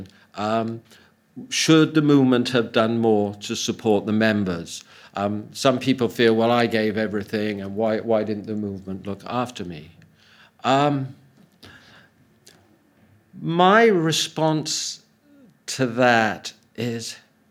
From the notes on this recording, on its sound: Audio from a sermon in Hatch End